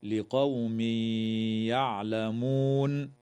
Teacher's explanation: ويدغم التنوين في الياء مع الغنة